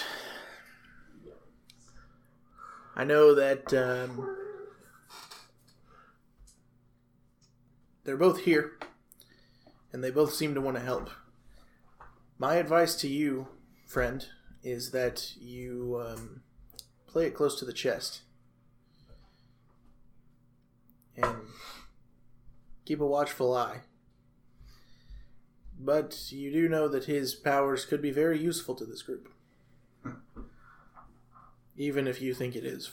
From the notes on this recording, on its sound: Sorry for the crappy audio this week, we tried a new mic setup that didn't work out.